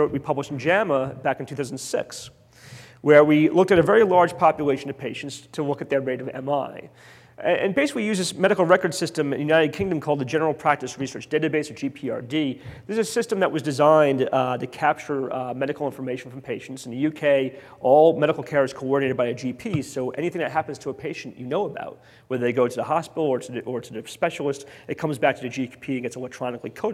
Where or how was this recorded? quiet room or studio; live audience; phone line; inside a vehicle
live audience